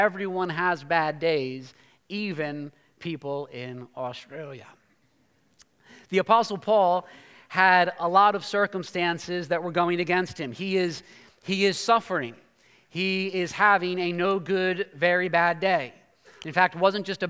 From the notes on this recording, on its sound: preached this sermon at Covenant Fellowship Church on March 12, 2023.